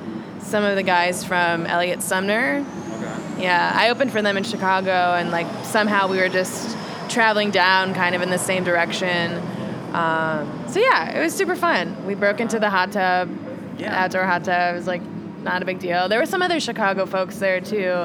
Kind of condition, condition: setting, busy venue